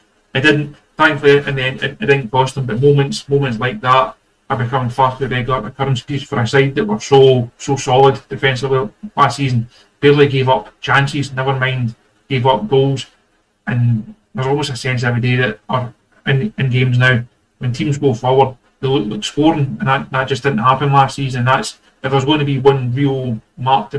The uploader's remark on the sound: Apologies for the sound issues in tonight's pod.